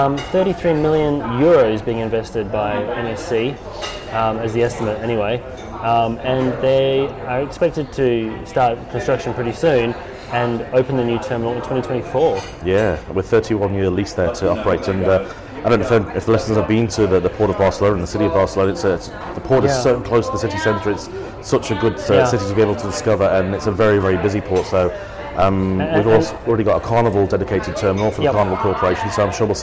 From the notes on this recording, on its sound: Record the podcast LIVE from a coffee shop in Hillary’s Boat Harbour (WA). It was very busy and does sound very different.